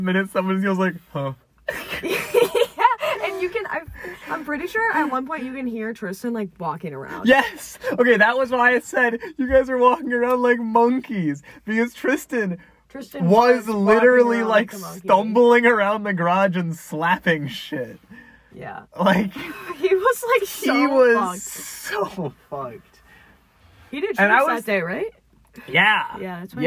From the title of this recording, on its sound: minicast in my car